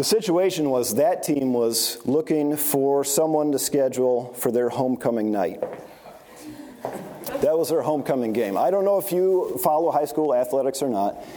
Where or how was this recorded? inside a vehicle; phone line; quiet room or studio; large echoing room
large echoing room